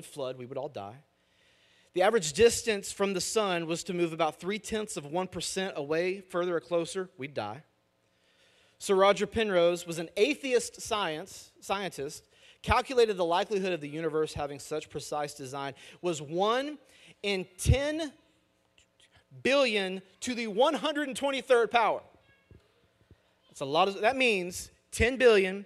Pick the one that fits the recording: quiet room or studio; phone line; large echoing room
large echoing room